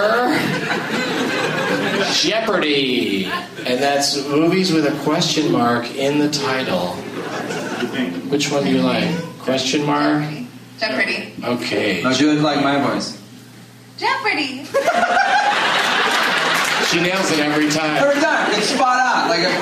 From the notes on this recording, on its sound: audience members at Wow Hall in Eugene, OR